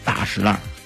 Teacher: 双儿化音，中间轻声一笔带过